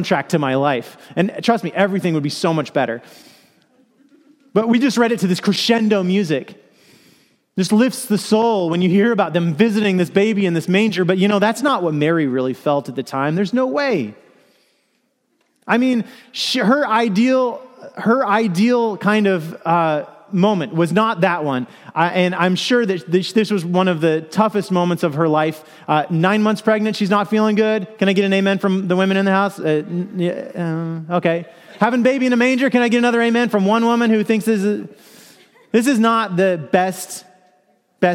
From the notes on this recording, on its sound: Message delivered during the 2PM Christmas Eve Contemporary Worship service.